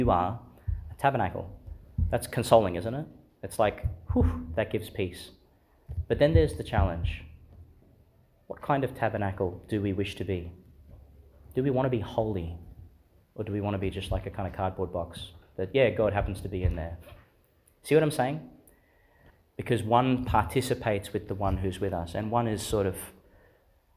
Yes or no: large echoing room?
yes